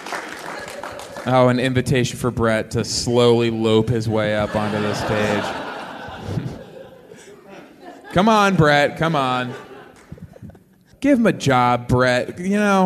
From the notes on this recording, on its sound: Now Hear This Festival in Anaheim. Talk to everyday people from the crowd.